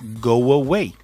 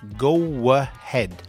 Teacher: In between these two vowel sounds, I am producing an extra sound, which is the W sound.